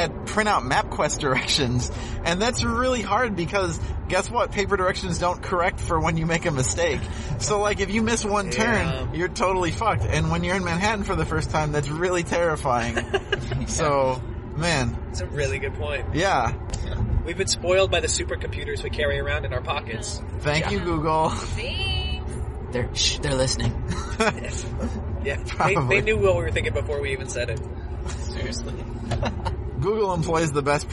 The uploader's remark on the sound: had a couple pretty long car rides to and from Bloomington, Indiana for the Combine this past weekend, so we thought we'd take advantage of them to create content.